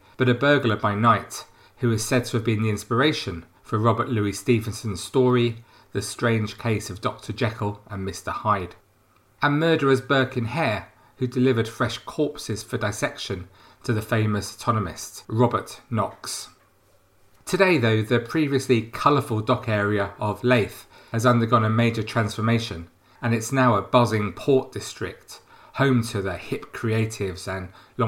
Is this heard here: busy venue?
no